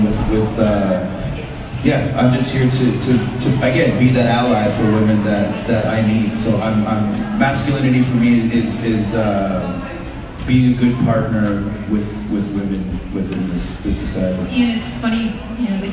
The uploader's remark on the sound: Live from #MascOff